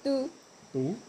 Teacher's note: So it sounds a little bit like a D, but it's a T.